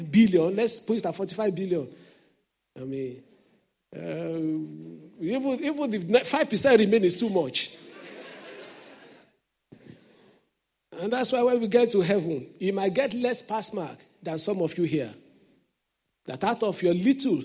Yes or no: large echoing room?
yes